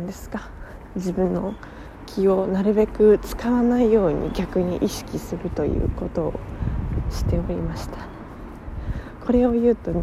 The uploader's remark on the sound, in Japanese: 歩きながら電車に乗るまでの12分間ラジオです